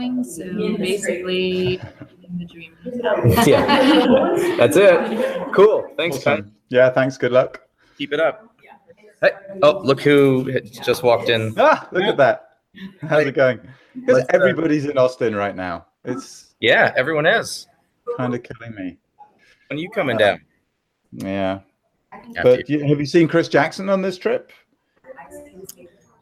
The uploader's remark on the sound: We're live and direct this week from the Expero women in tech Machine Learning as a Product hackathon in Austin, TX.